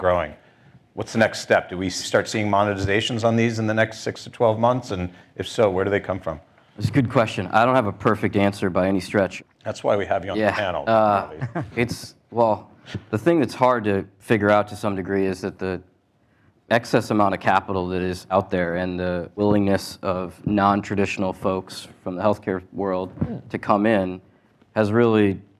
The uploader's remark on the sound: Live at Leerink. Gather healthcare leaders for news roundup at the 2017 Leerink Healthcare IT conference in Chatham, Massachusetts.